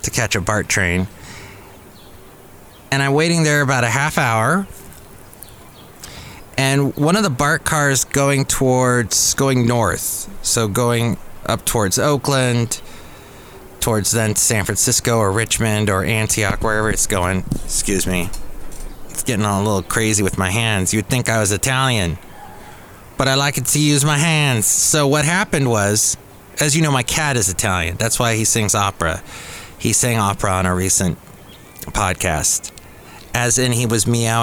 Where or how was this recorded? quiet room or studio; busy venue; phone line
busy venue